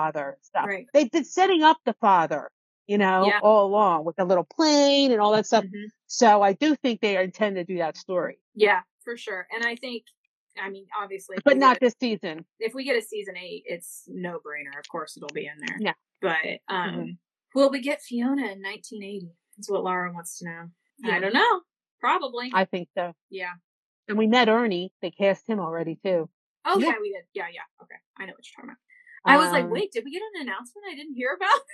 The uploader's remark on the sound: This week on another LIVE edition of The Sassenach Files. Please excuse the audio quality. I had some technical difficulties in the recording of this episode.